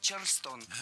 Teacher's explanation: Ударение в этом слове должно падать на второй слог. · И город, и танец в русском языке имеют ударение на втором слоге – Чарльстон.